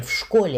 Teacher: «В» – это отдельное слово, но у него нет ударения, оно идет вместе со школой · Term: фонетическое слово